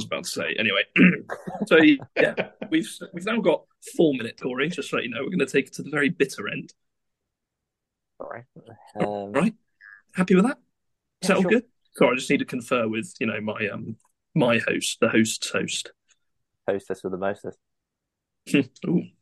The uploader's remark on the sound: with many wifi issues